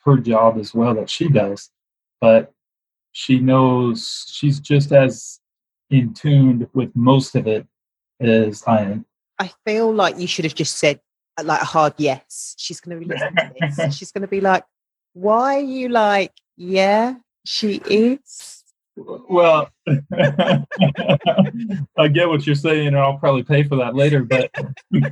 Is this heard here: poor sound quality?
yes